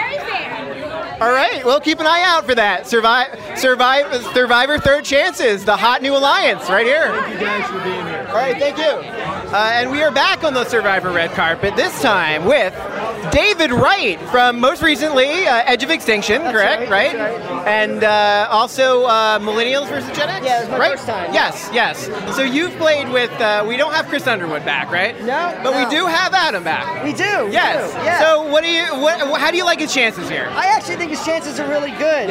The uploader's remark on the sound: Interviews From the Survivor: Winners at War Premiere Red Carpet. Red carpet on premiere night to grab interviews with some of Survivor's biggest stars.